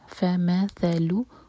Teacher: ہا پر ضمہ ساتھ میں واو تو یہ ہے مد صلہ صغرا تو ہو ہم دو حرکہ کھینچیں گے